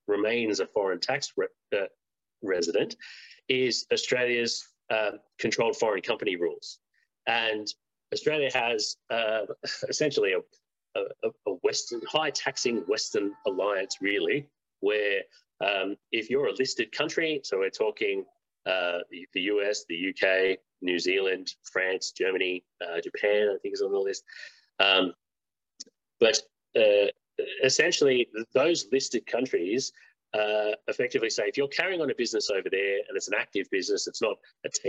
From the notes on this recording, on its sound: (LIVESTREAM). For those joining us on Zoom.